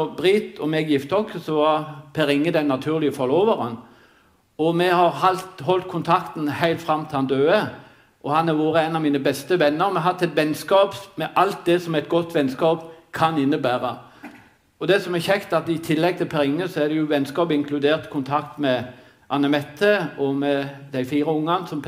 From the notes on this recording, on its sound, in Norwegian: Innspilt i kinosal 1 på Sølvberget bibliotek og kulturhus